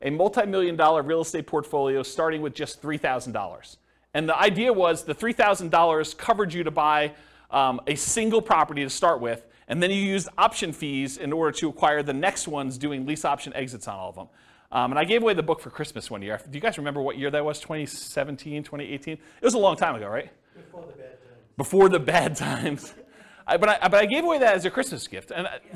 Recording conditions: live audience